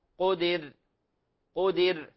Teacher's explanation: حالة الراء المرققة المتطرفة الساكنة في الوصل والوقف